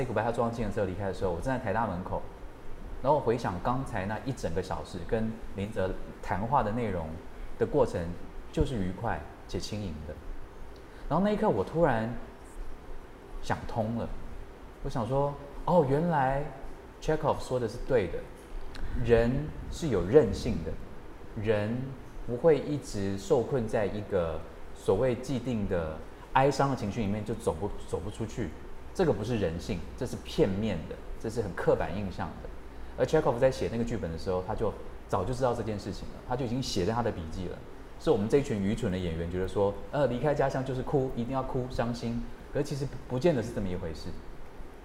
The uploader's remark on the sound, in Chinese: 在BAZAAR Taiwan 30週年的舞台上